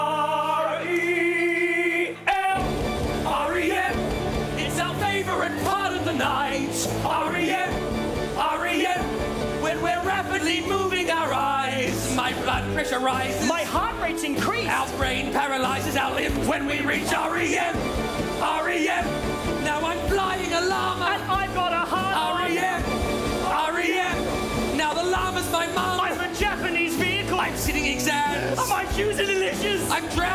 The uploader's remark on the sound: stand up from the #JustForLaughsFestival in 2011